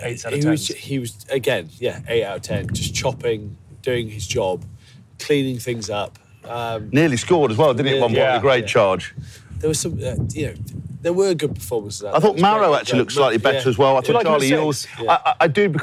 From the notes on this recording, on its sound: Join the boys on the road this week through the streets of Rome! Recorded over three locations. Get in amongst the fans and enjoy the incredible atmosphere at the Stadio Olimpico.